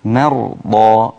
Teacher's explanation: إلى نهاية الميم مع الغنة كلها رقيقة وابتدي التفخيم من الراء